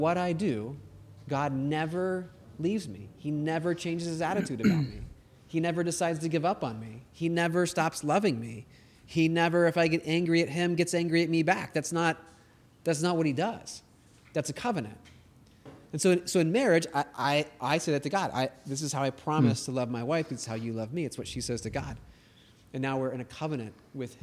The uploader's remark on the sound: This is part 2 of our live recording at Crossroads College Night!